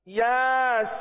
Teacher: یہاں پر کھڑا زبر ہے، ایک الف تک کھینچیں گے، سین پر مد لازم لگ رہا ہے، لہذا اسے تین چار پانچ الف تک کھینچ کر پڑھیں گے